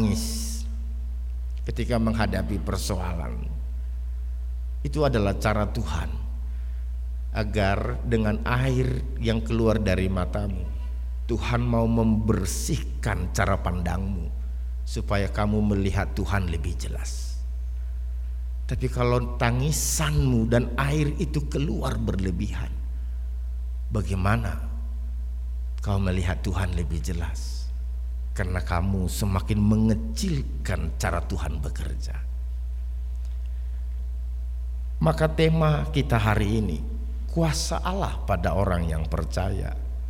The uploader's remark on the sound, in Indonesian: RSK 98.6 FM. Rekaman ibadah Minggu pagi.